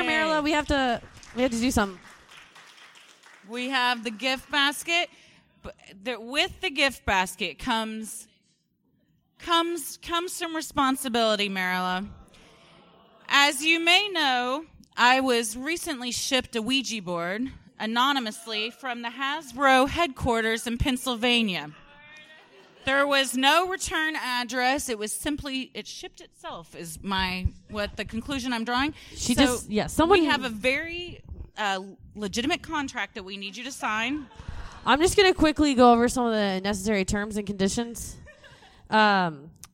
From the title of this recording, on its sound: (LIVE SHOW)